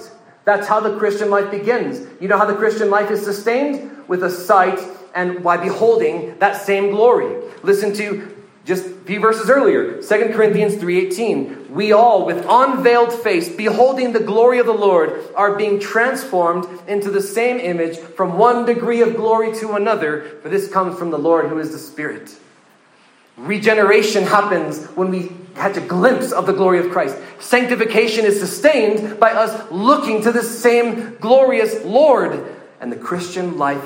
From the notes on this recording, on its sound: This sermon was preached at the 2023 Engage Truth Student Summer Camp in Cloudcroft, New Mexico.